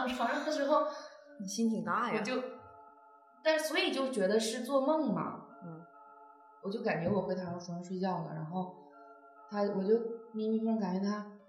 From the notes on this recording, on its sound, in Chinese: 由于现场录音环境比较空旷所以效果一般